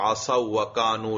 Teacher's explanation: واو غیر مدہ جو ہے وہ واو عطف میں ادغام پا لیتا ہے لہذا عصو و کانو شود لہذا عصو و کانو ہو گیا